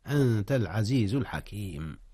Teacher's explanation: جاء الإخفاء هنا يا أستاذنا، أخفي النون في الضمير قبل التاء، والتاء من حروف الإخفاء